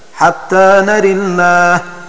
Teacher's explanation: وإذا قرأ السوسي حتى نرى الله بالفتح تعين تفخيم لفظ الجلالة، وإذا قرأ بالإمالة هكذا حتى نرى الله له في لفظ الجلالة التفخيم والترقيق